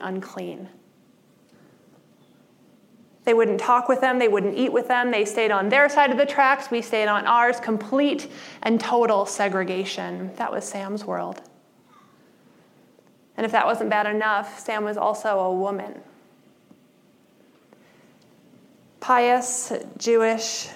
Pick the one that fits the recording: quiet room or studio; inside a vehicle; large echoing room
large echoing room